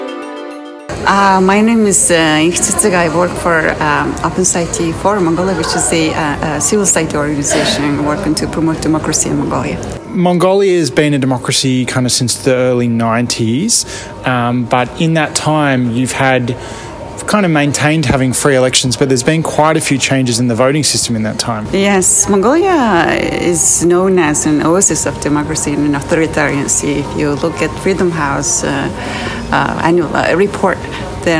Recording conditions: busy venue